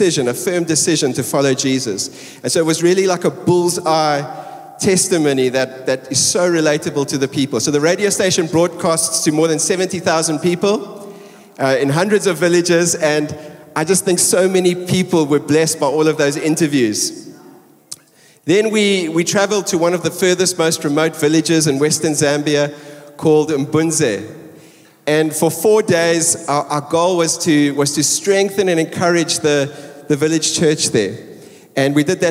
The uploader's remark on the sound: Recorded live on Sunday 16th July the 2023